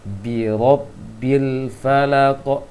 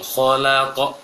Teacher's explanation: qaf termasuk huruf tebal, maka ketika memantulkannya juga tebal dan mengarah ke o dia. Maka pantulan mengarah ke o, seakan-akan mau membaca qaf.